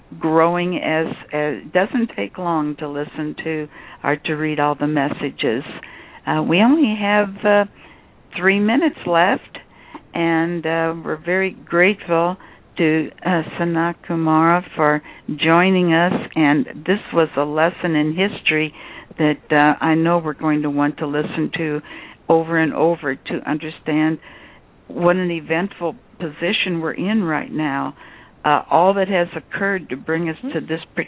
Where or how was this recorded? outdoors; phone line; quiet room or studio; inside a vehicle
phone line